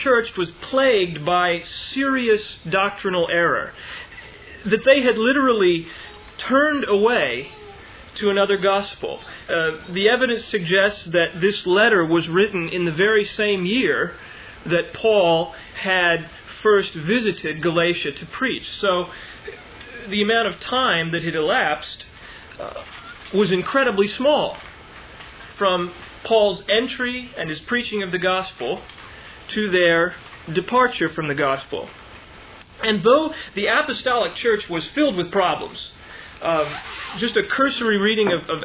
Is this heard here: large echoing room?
yes